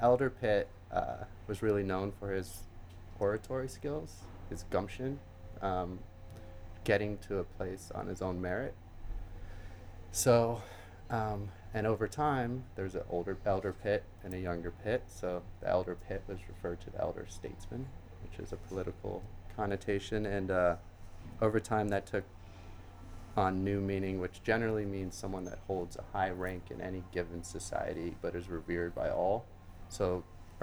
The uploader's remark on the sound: Recorded at 5 Carlos Place at Frieze Los Angeles